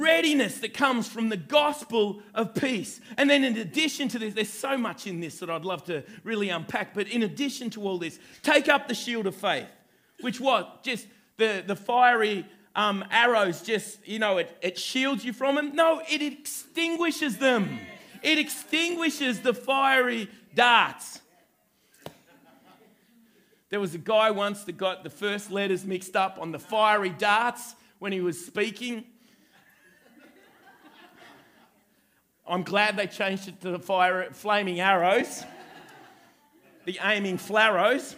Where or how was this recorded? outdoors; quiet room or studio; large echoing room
large echoing room